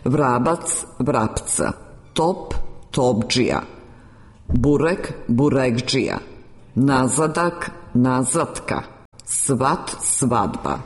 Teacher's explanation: Kada se u riječi nađu u dodiru dva suglasnika različite zvučnosti, prvi u izgovornom nizu se prilagođava drugome. Drugi suglasnik od dva u neposrednom dodiru svojom artikulacijom utiče na prvi, pa se ovo jednačenje u fonetici naziva regresivna asimilacija suglasnika po zvučnosti.